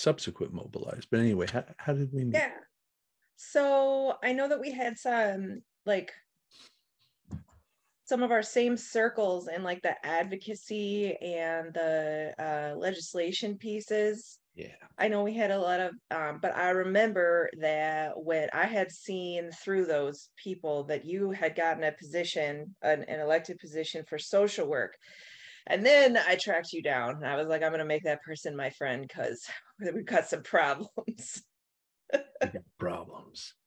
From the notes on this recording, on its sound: In Raleigh, NC and Appleton, WI on Zoom.